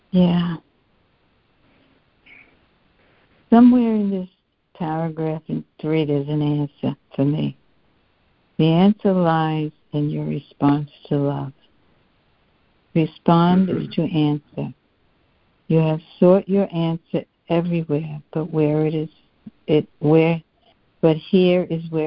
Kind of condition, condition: link, phone line